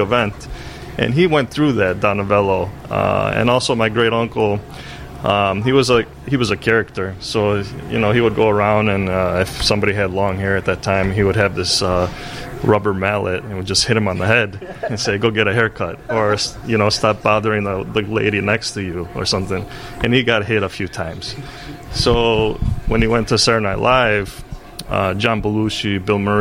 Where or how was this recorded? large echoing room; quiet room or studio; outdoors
outdoors